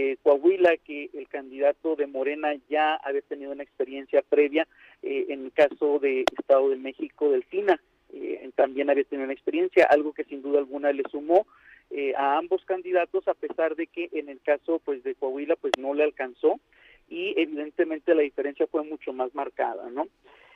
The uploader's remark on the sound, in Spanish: entrevistamos vía telefónica